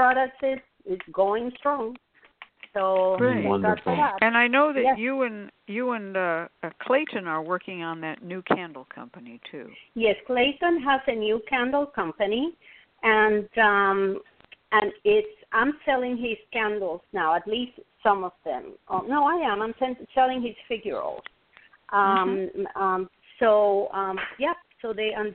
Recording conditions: phone line